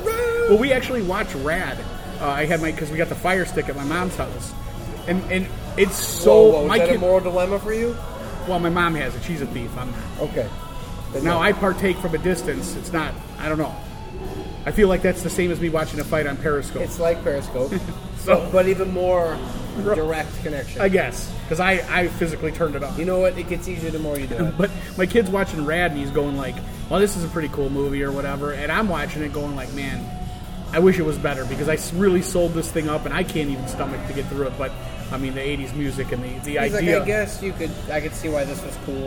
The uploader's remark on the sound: This episode was recorded on Thursday, August 17th, 2017 at #RegionAle in Schererville, Indiana.